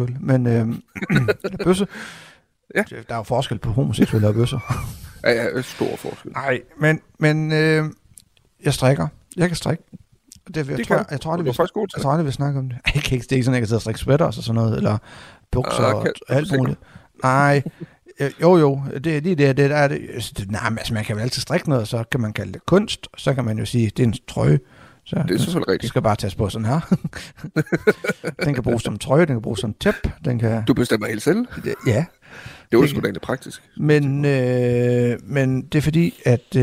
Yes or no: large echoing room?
no